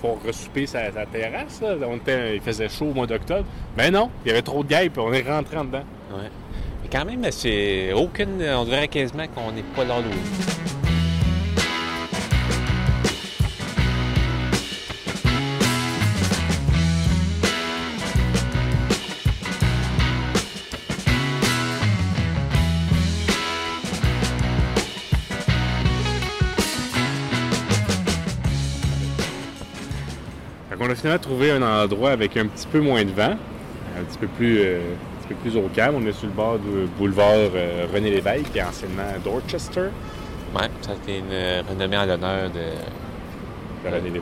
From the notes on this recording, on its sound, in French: Enregistré à Montréal (centre-ville). Segment 1 : À la Place-des-Arts - Segment 2 : Près du Boulevard René-Lévesque - Segment 3 : Au quartier chinois - Segment 4 : Au centre du Boulevard Robert-Bourassa - Segment 5 : Au Centre Bell - Segment 6 : Au Square Dorchester.